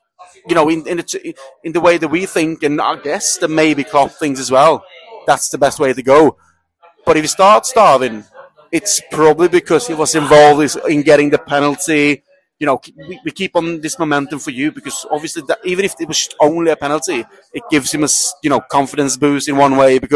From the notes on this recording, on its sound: live in The Lion Tavern